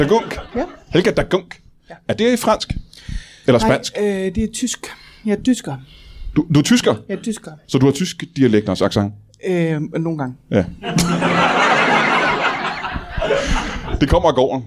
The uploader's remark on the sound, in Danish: LIVE fra 27b i Kolding. Optaget foran et levende publikum på altid fremragende 27b i Kolding.